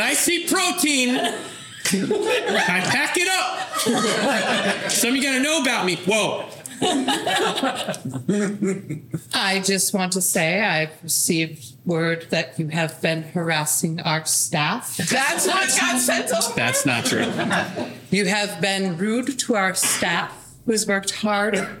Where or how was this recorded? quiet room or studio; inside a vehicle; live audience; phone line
live audience